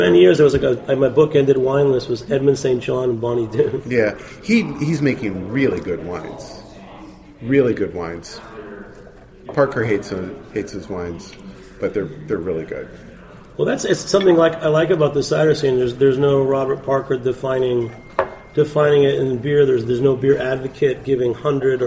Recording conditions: busy venue